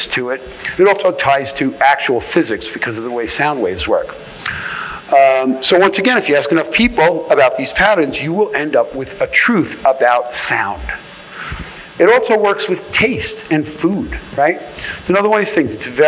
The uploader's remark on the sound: session from the 2021 BitBlockBoom Conference in Dallas, Texas